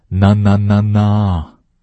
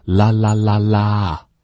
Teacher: 吗和呢是有鼻音的，啦是没有鼻音的